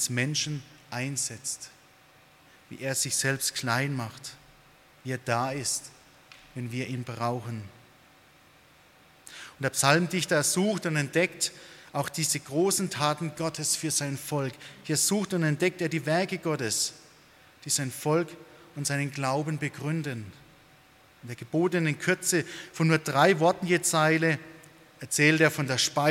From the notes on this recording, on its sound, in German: aus dem Gottesdienst der Liebenzeller Mission